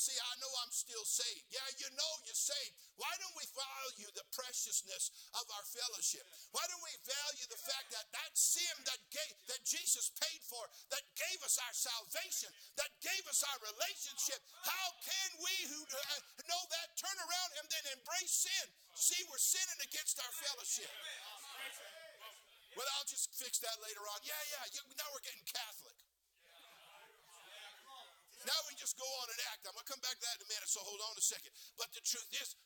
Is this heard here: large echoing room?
yes